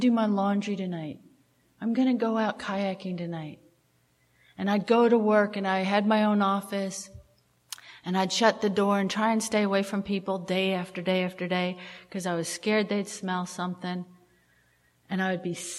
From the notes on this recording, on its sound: at the Live at Pine Lake speaker meeting held in Seattle